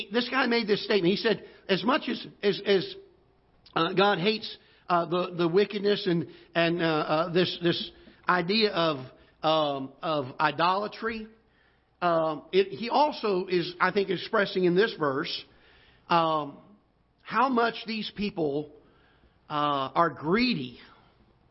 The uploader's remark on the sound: Ketha Heights Baptist Church ~ Live Broadcast.